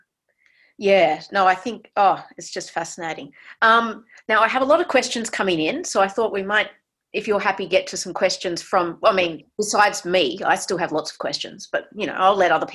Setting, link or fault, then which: link, video call